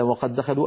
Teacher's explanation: أدغمنا الدال الأولى في الثانية فصار النطق بدال واحدة مشددة